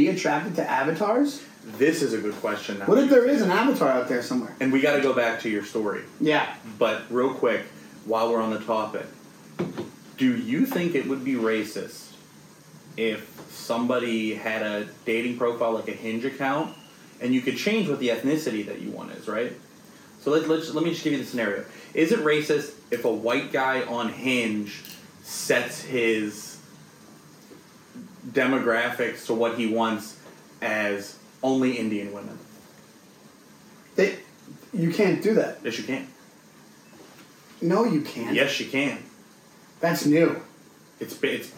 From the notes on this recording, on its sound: Some sound issues